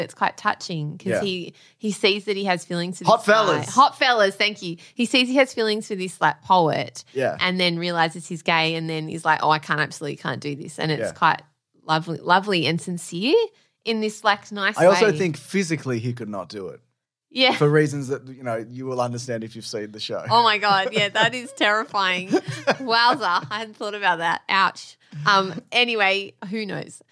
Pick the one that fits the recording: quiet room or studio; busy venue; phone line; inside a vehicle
quiet room or studio